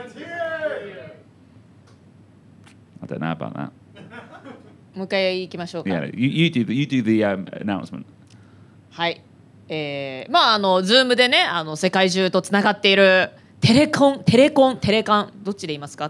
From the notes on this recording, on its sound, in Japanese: 7月16日にTokyo Comedy Barにて2回目の対面公開収録「裏技英語LIVE!」が開催されました。今回はそんな「裏技英語LIVE!」で収録された少しキケンなエピソードをお届け！